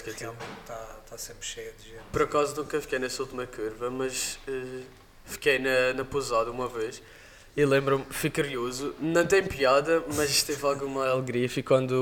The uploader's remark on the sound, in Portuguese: Diretamente do Rali Vinho Madeira